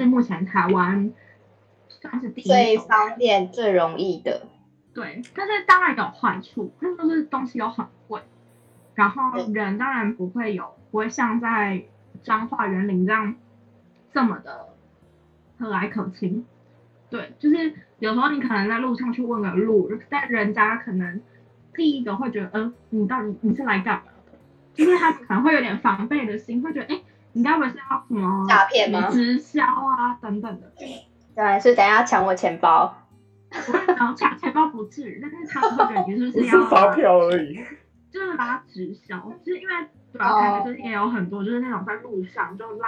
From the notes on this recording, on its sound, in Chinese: 此集為線上錄音